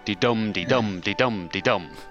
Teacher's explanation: And just stress each second syllable.